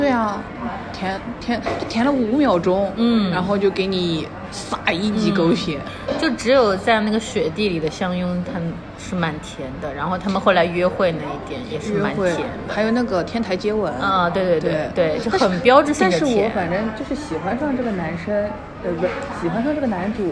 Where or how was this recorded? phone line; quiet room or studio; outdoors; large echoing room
outdoors